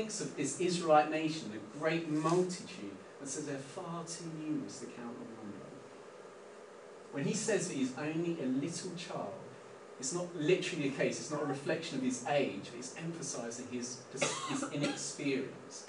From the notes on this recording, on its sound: We apologise for the poor audio quality of this recording. Please bare with us as we have moved location for the summer resulting in adjustments to our PA system.